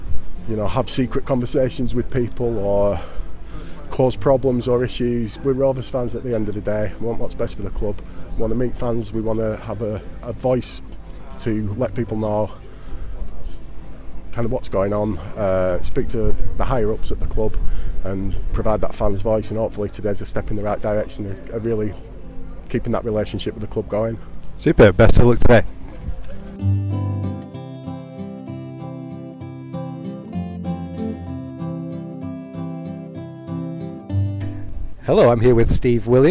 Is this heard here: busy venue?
yes